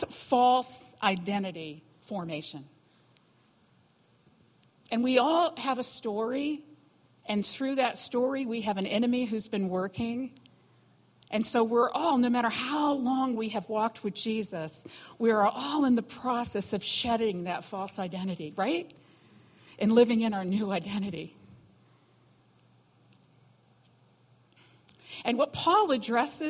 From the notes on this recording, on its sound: was recorded on Sunday, August 27, 2017, during morning service at Celebration Life Family Church.